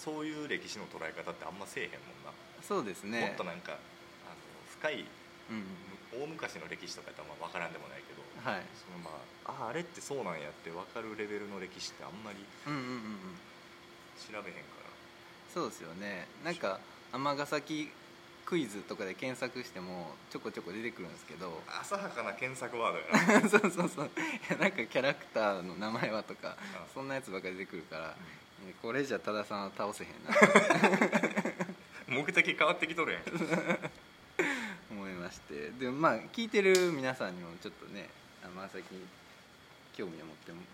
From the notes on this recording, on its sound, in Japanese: 第3回は尼崎の南端、隠れた？名所である魚つり公園にて収録しました。短パンでサンダルの釣り人、夕陽に映える赤い突堤、左を向けば工場地帯。そして蚊に負けた男たちの無念。